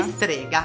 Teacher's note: la strega è sempre chiusa